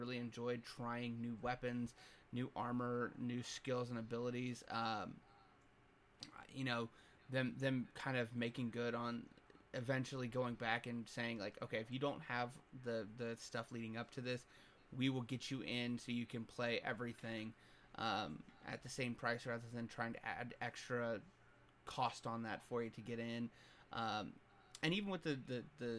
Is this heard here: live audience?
no